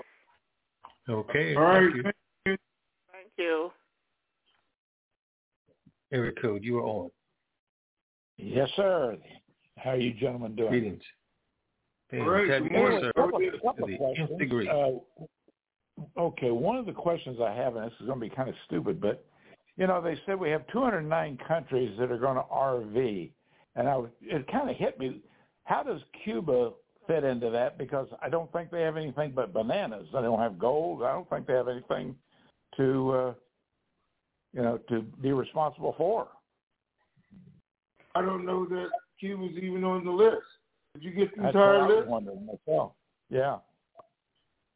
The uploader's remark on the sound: TNTSuperfantastic Conference Call